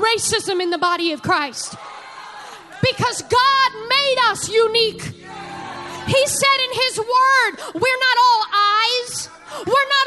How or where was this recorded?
large echoing room